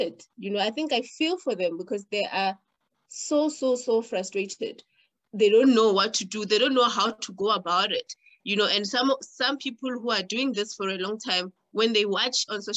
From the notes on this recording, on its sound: The series is webcast via Zoom